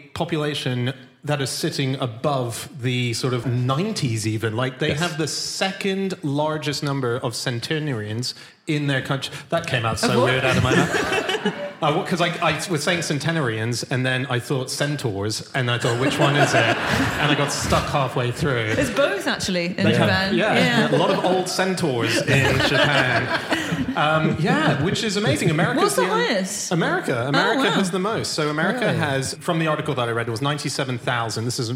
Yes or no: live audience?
yes